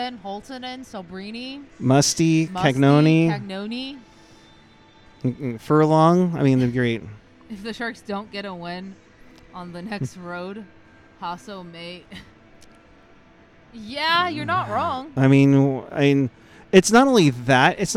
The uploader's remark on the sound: Live from the Shark Tank